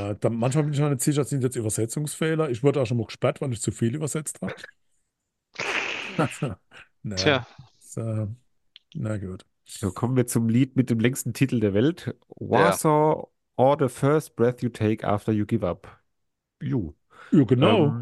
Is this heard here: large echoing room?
no